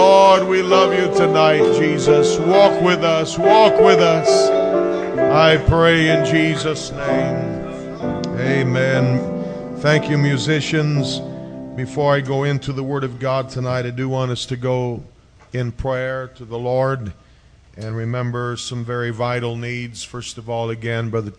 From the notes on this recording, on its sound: preached at FPC of Sulphur, LA